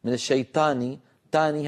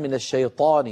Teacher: العرب تقول طاء الشيطان ويفخمون الطاء · Shown in: second take